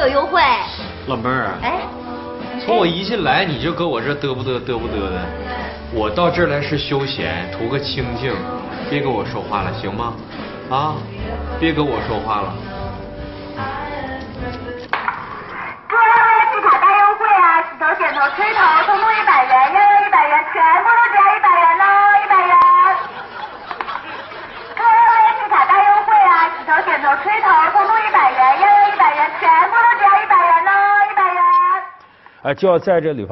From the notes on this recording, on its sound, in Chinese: 還有聽故事的觀眾